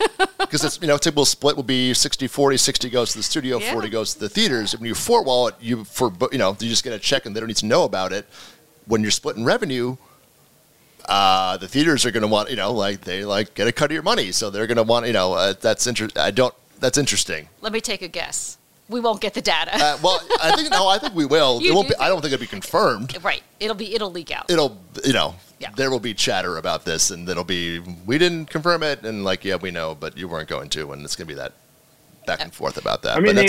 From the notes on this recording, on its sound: In a special episode recorded at Advertising Week in New York.